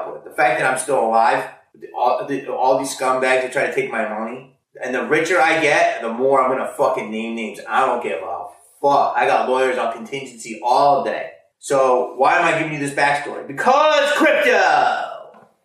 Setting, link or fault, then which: fault, poor microphone